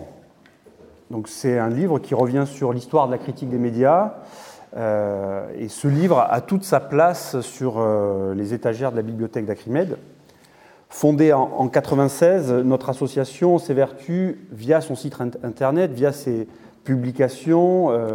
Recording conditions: live audience